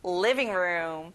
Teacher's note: living 할 때 li를 강하게 해보세요